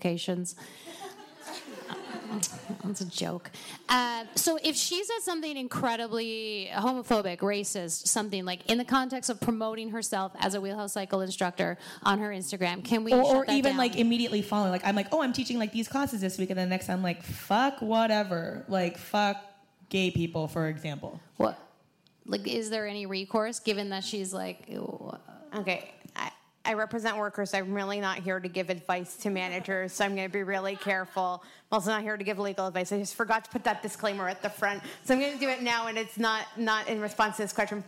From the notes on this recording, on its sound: Go Live at The Guild. Our first live pod! Recorded at The Guild's event in Ottawa.